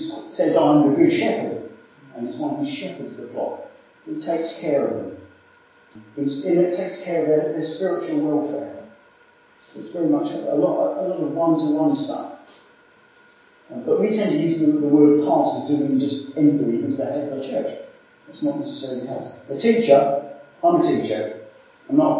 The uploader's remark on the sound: Apologies for poor sound quality in this recording.